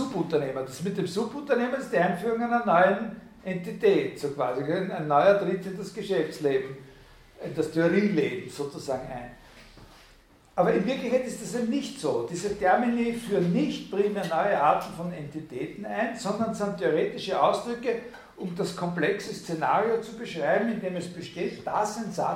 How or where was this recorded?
large echoing room